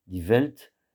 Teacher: Die Welt, j'attire l'attention sur le fait que le W se prononce toujours V. Die Welt, il n'y a pas de son W en allemand